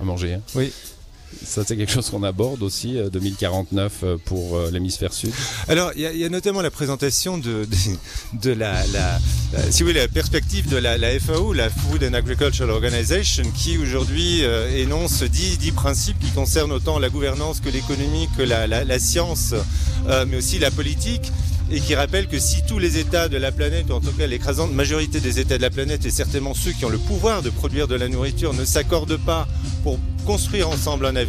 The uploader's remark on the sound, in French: Emission spéciale au festival Animai de Vevey